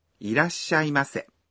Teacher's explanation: You stop your breath for one beat after ら。